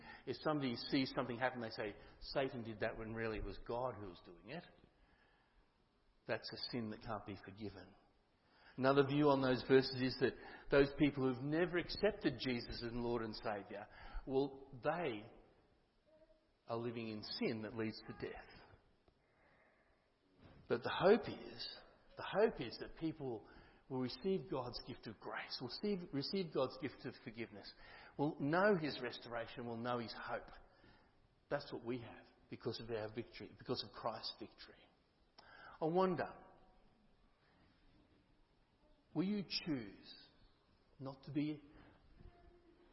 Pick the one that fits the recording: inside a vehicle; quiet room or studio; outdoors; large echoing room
large echoing room